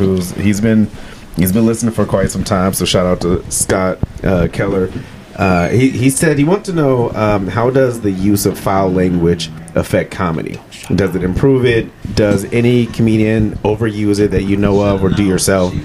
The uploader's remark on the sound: Before The Stage (BTS) is where comedians/ performers talk right BEFORE taking the stage to perform. Less than 30 minutes before a show at Mason City Brewing (Mason City, IA) for my free monthly comedy show #MCBC.